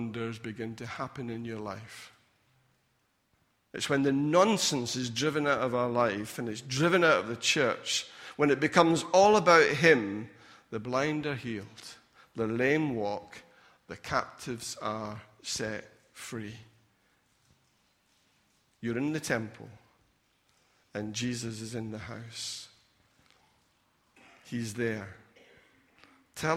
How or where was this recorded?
large echoing room